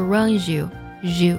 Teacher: runs 和 u 呢，可以做一个连读